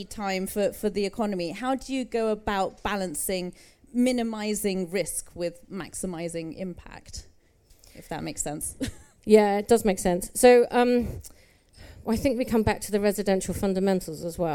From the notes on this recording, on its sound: Recorded live at EG’s pavilion out at MIPIM this March.